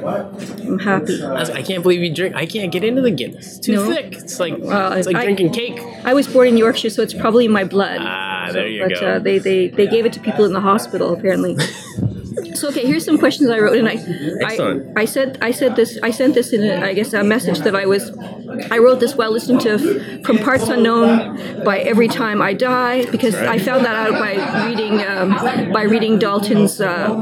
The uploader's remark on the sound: At the ClockTower Pub before his featured reading at the In/Words Reading Series. With pub & In/Words noise in the background.